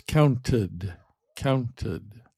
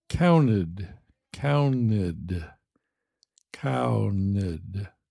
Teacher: When I say it in my normal speech, counted, counted, counted. The T sound is gone. · Shown in: second take · It's not counted, it's counted.